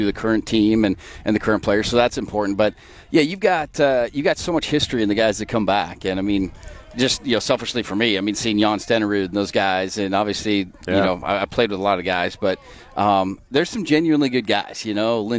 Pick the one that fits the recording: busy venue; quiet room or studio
busy venue